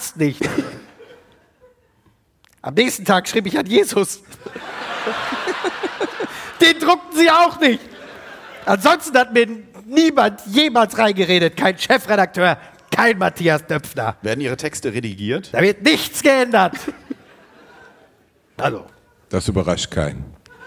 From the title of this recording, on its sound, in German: live aus Köln